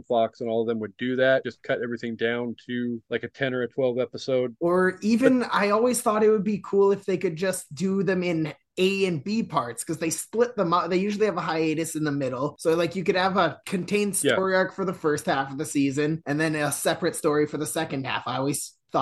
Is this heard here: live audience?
no